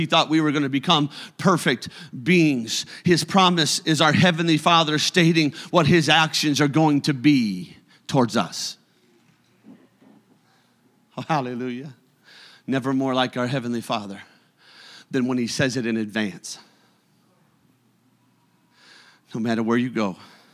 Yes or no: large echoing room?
yes